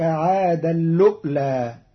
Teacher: قرأ قالون كلمتي عادا الأولى بإدغام التنوين في اللام مع همز محقق ساكن، فتصير وأنه أهلك عادا اللؤلى في لغة بعض العرب.